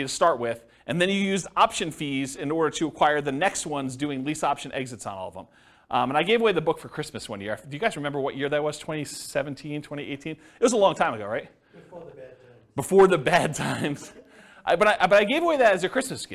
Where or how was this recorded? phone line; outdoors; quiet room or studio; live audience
live audience